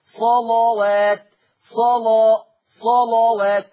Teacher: حكم اللام التغليظ قولا واحدا لأن اللام مفتوحة ومسبوقة بصاد مفتوحة